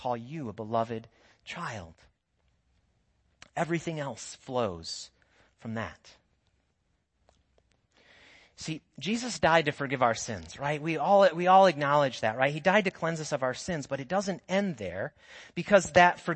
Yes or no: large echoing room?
yes